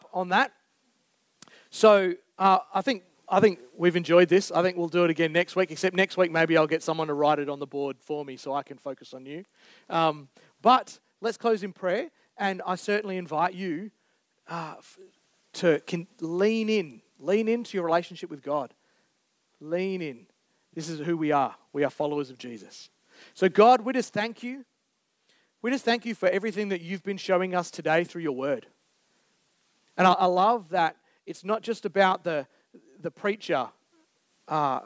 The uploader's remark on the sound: Recorded Live on the 9th July 2023. Geraldton Baptist Church.